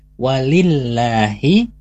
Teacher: Hati-hati, karena di sini lafaz Allahnya sebelumnya ada harokat kasrah di huruf lamnya, maka dia kita baca dengan huruf atau bacaan yang tipis, yaitu tarkik. Tidak boleh dibaca seperti walillah, tapi walillahi ghaibus samawati wal ardh.